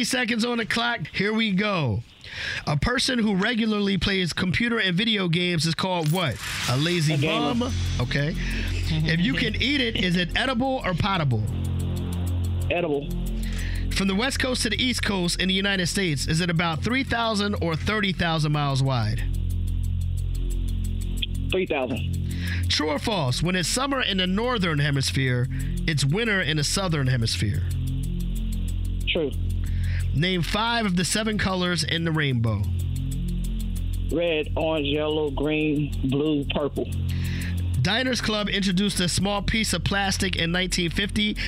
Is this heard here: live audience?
no